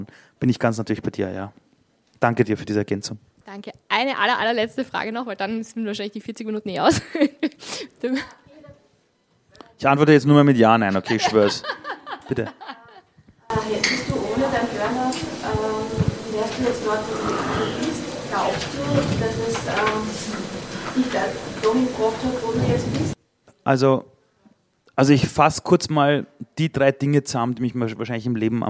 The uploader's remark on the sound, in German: Es ist mein erstes LIVE-Interview vor Publikum. Aufgenommen wurde beim wunderbaren Female Future Festival in Graz letztes Monat.